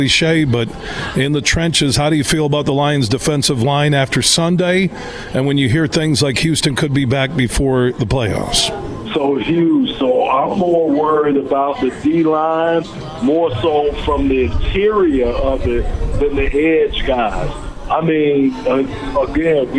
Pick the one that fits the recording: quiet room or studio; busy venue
busy venue